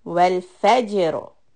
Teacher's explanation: Because there is a Fatha on letter Fa, so the Ra Sukun will become heavy.